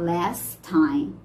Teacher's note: como last termina com T e o time inicia com T, a gente vai deixar um som de T só. A gente não vai falar last time.